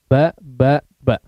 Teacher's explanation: Di situ ada sifat syiddah, sifat syiddah sehingga betul-betul menjadi kuat ya. Ketika disukunkan pun ya, saking rapatnya dia akan memantul ya. Cara mensukunkannya adalah dipantulkan atau dengan disertai sifat alqalah.